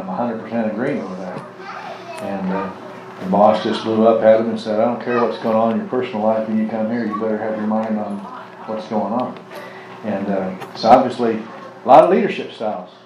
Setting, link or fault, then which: setting, live audience